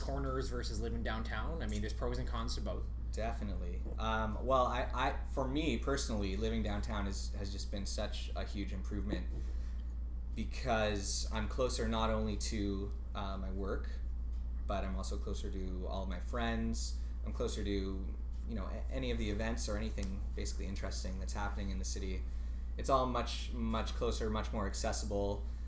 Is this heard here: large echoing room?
no